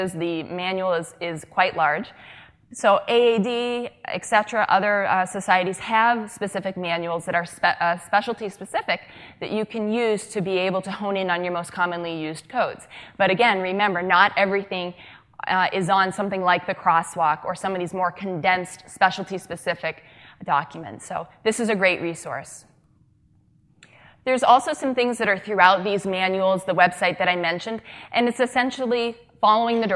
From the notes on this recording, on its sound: during the SDPA’s Annual Summer Dermatology Conference (2016) in Austin, Texas.